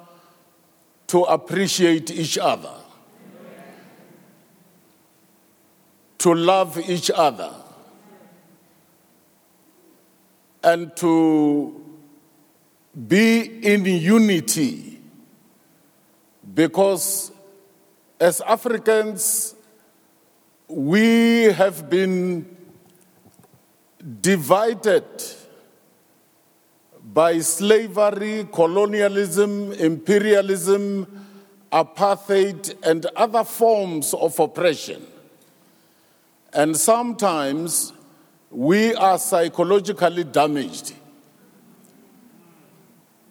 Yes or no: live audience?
yes